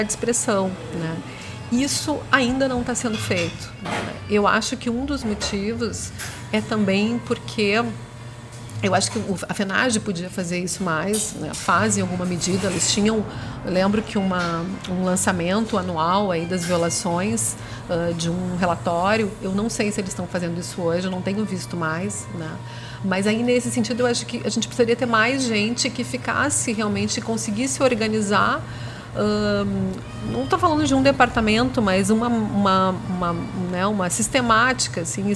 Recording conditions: busy venue